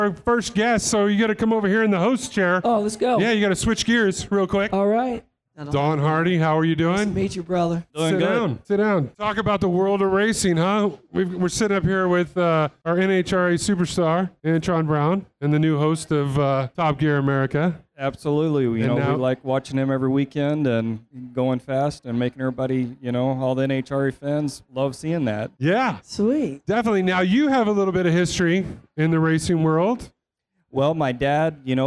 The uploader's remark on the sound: recording it live from the 2017 SEMA Show in Las Vegas